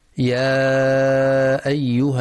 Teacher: ينتبه القارئ للمد المنفصل يا أيها، يمد 4 أو 5 حركات لحفص من طريق الشاطبية